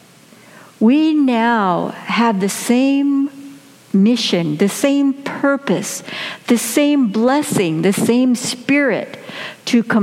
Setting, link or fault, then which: setting, large echoing room